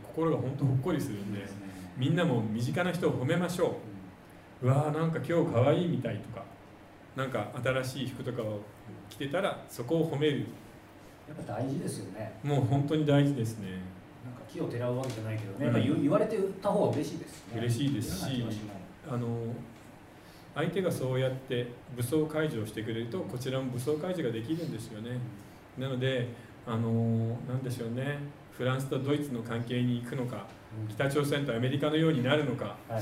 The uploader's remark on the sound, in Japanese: 公開収録